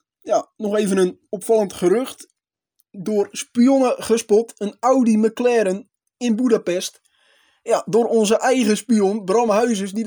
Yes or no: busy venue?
no